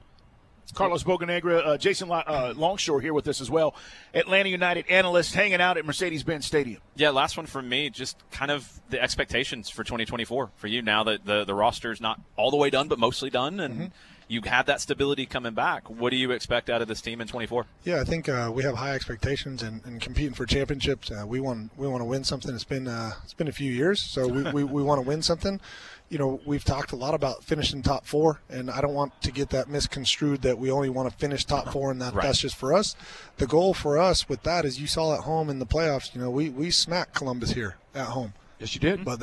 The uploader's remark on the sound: LIVE from MBS!